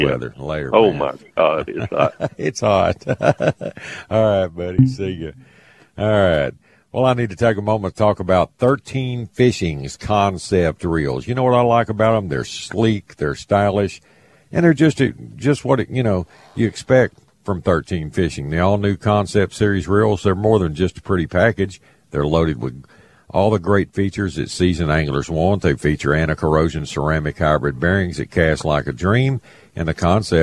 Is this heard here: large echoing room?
no